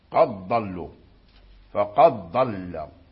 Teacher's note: أدغموا الدال قد في الضاد